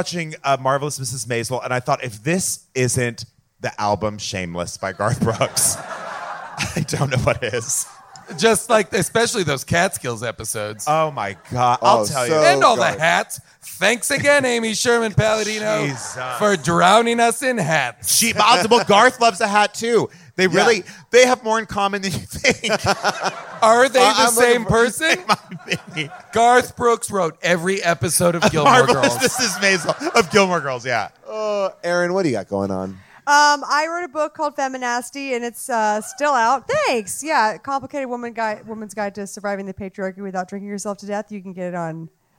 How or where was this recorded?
live audience